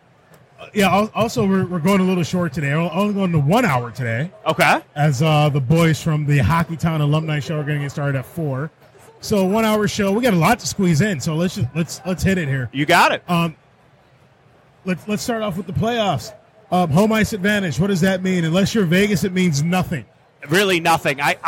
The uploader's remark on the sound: Live from Motor City Comic Con